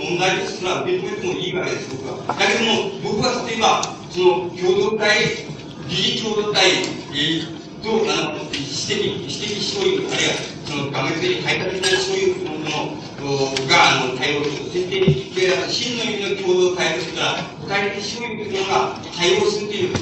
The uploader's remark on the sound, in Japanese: 場所：中野公会堂。共産主義者同盟叛旗派の主催による 〈首都労学政治集会〉での講演。ノイズが多く、音質はよくない。